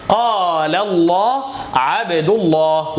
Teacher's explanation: وفخم اللام من اسم الله عن فتح أو ضم كعبد الله